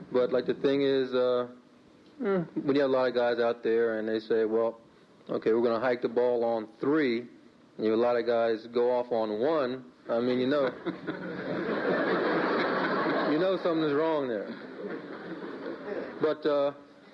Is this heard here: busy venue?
yes